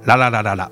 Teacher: ラは舌先を前歯の上に当てて、発音します